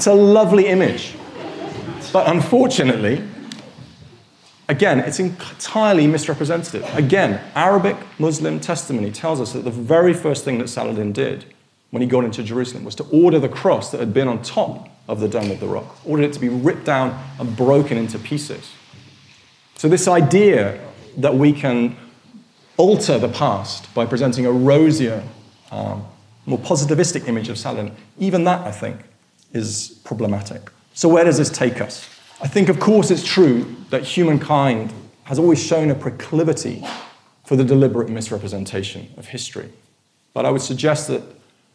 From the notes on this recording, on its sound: In a lecture from our 2013 History Weekend festival.